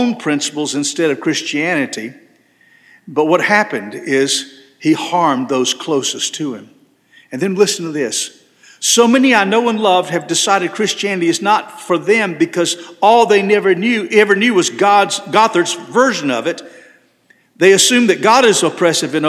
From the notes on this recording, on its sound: This sermon was delivered on November 19, 2023 at First Baptist Church Hendersonville, NC.